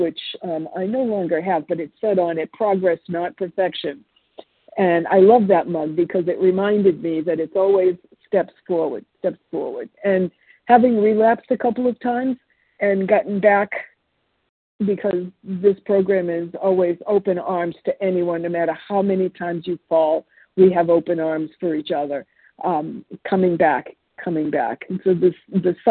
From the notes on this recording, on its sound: from the 100 Pounders Phone Meeting, 10/23/23